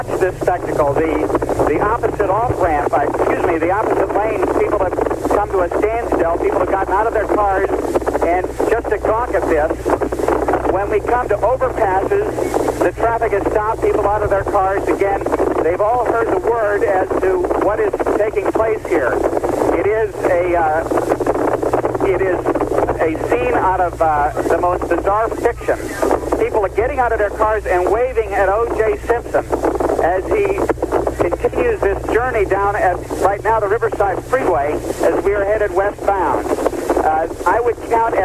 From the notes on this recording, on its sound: take your live calls